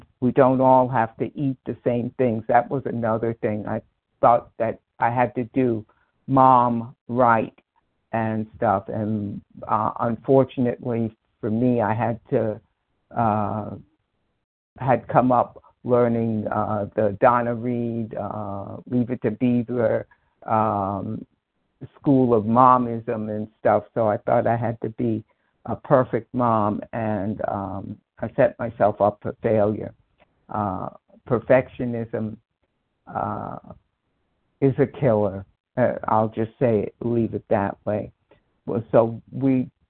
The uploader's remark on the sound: 100 Pounders Phone Meeting, 8/21/23